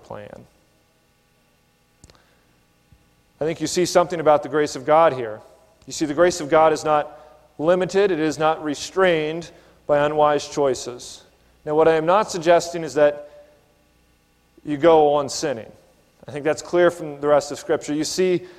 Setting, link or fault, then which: setting, large echoing room